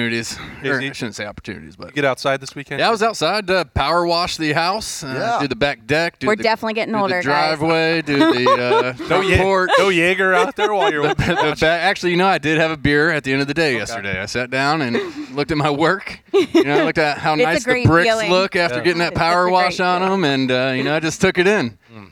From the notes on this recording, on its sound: During a fun, casual conversation at Roosters on Monday.